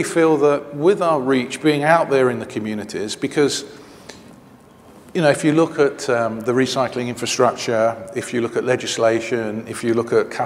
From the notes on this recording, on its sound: The best of live interviews from GreenBiz events.